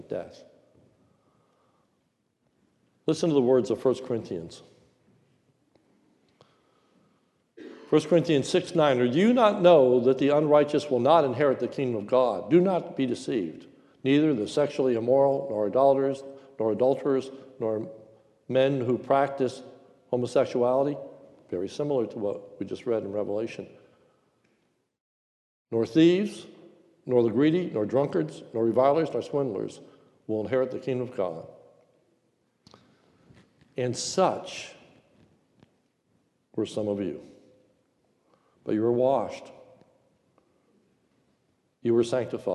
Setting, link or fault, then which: setting, large echoing room